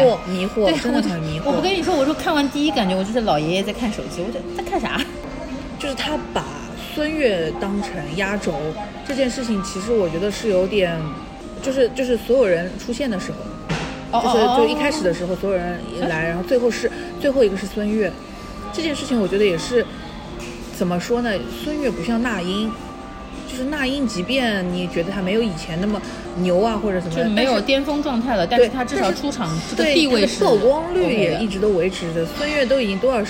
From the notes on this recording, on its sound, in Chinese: 每次录制基本都是在餐厅吃饭，没有条件升级录音设备